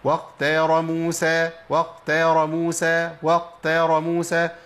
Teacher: بعض الناس بيقول واختار موسى واختار موسى واختار موسى. انا بدلت الخاء بغين وشديده كمان